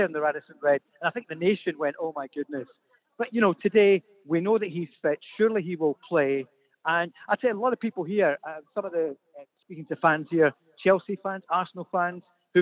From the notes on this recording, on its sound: The team are live at the Radisson Red building up to England vs Scotland at Wembley.